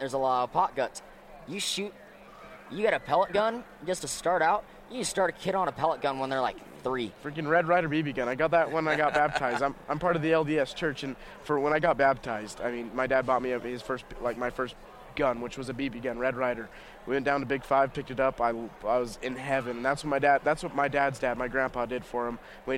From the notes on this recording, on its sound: sit down with Living Country in the City at Hunt Expo in Salt Lake City